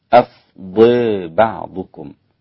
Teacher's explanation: كلمة أفضى فيها إمالة الإمام حمزة والكسائي وخلف